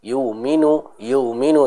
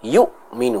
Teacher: Bacaan gunahnya ayyuminu, lalu masuk ke dalam huruf hamzah yang sukun di sana, kita berikan sedikit nabr atau tekanan · Shown in: second take · Jadi bukan yuminu, yuminu, tapi yuminu, harus jelas, ya, penekanan, penegasan pembacaan pada hamzah tersebut.